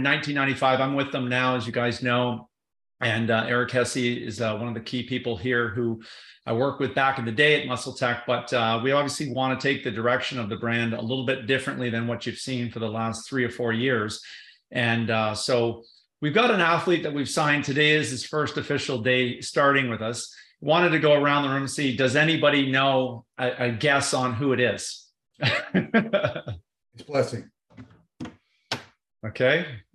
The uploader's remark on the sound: MuscleTech held their first ever virtual press conference. A PricePlow Podcast episode that was live in our Discord chat. Note that the podcast audio file includes MuscleTech’s press conference, which is then followed by our Podcast episode.